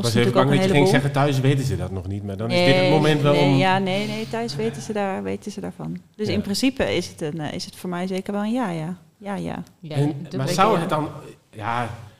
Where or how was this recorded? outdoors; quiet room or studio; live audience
live audience